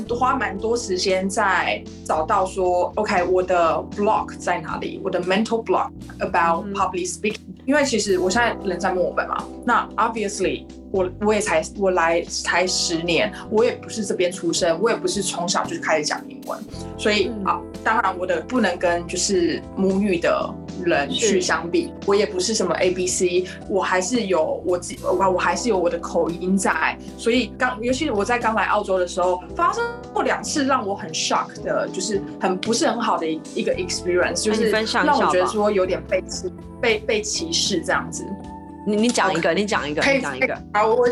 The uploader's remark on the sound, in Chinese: 遠在澳洲墨爾本的好姊妹。透過視訊軟體遠距錄音的方式一起來聊！